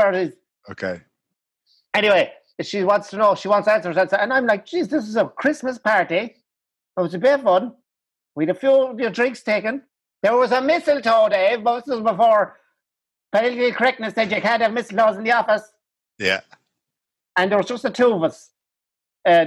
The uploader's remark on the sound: On this week’s video call Phoning It